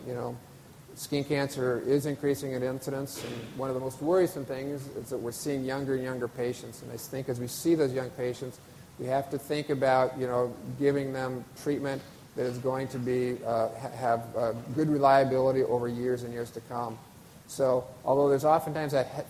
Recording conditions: live audience